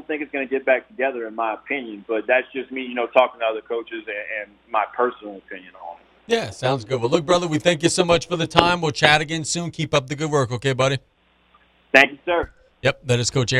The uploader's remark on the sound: We open the show on the phones. Then go back to the phones.